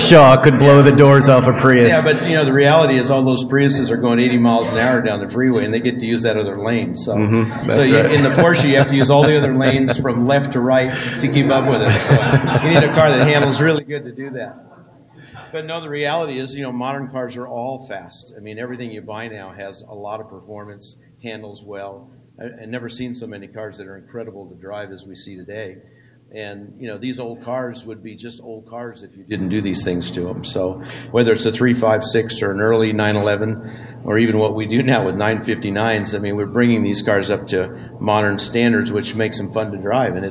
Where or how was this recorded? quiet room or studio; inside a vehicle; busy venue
busy venue